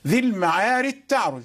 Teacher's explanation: يعني الجيم أدغمت في التاء